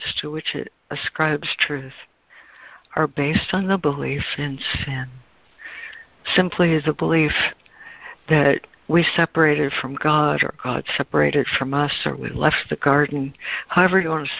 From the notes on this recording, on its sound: ACIM Daily Conference Call